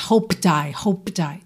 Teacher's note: A palavra hoped, no passado, o E não é pronunciado, certo? O D vai ser aquela consoante oclusiva que no caso aqui eu já vou usar para ligar no I. O P de hoped, ele vai ficar muito sutil aqui.